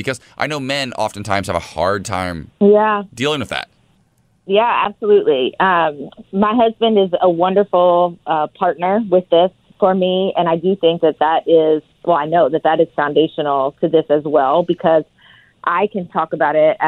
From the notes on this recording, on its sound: is calling